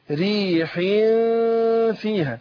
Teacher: إخفاء التنوين أو نون التنوين اللي الساكنة هنا عند الفاء · لما باجي انطق الفاء طبعا بتخرج من بطن الشفة السفلى · Term: الإخفاء